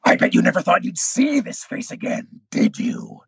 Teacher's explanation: I dropped it and made it really guttural, and like the lower register that I took it down to